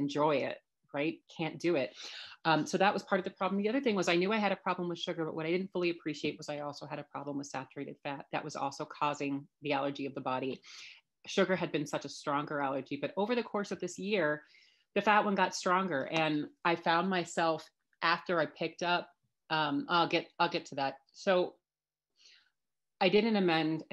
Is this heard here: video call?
yes